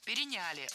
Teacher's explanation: Правильный вариант – переняли. Ударение ставим на третий слог.